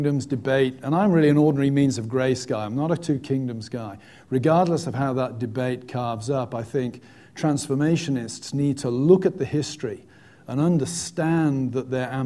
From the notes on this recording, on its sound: Welcome back to Westminster Theological Seminary, nestled in the quaint city of Glenside, Pennsylvania where the Preaching Conference is still underway. Students have submitted thought-provoking questions to our LIVE panel.